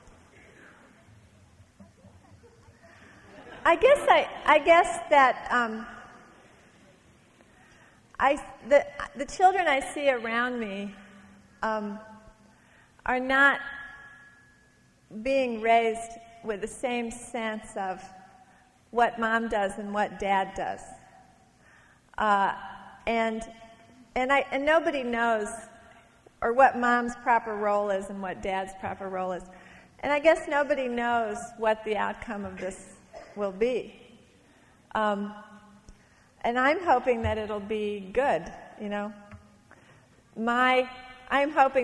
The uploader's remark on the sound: from a Portland Arts & Lectures event in 1991